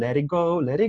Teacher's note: Eso de la T como una R suave.